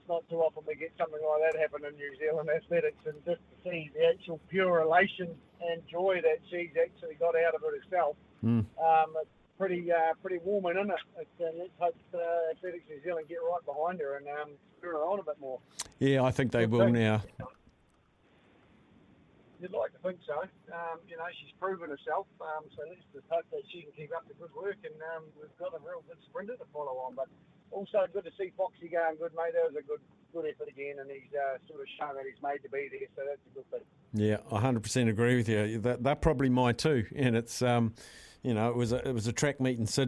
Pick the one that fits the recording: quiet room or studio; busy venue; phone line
phone line